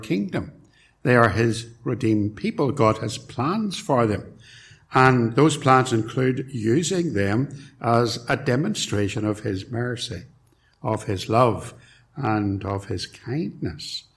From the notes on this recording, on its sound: It was recorded at Templepatrick